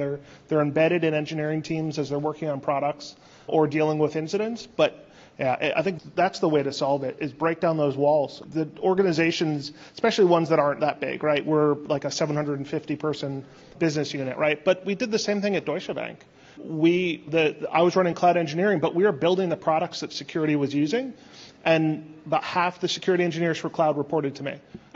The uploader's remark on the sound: Panel discussion on The Future of Public Cloud Security: Emerging Technologies and Trends at Secure Miami. Audience Q&A.